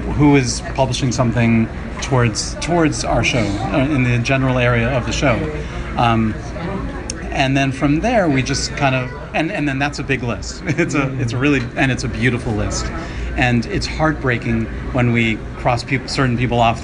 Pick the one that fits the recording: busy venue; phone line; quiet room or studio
busy venue